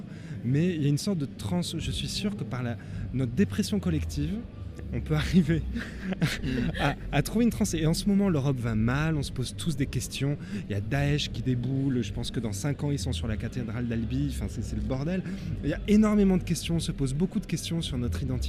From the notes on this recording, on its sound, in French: C'était lors du 4 ème Festival des Jours de Fêtes ! C'était lors du 4 ème Festival des Jours de Fêtes !